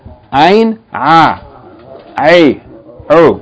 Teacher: Ayn, its articulation point is from the middle of the throat, along with ha, along with the letter ha.